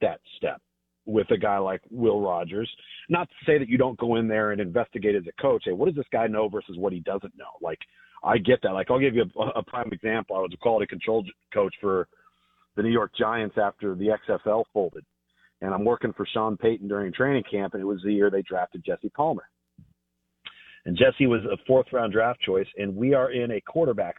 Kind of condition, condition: link, phone line